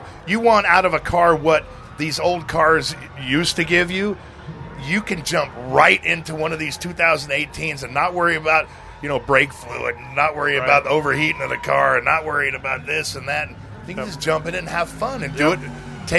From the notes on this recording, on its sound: live from Roadkill Nights in Pontiac Michigan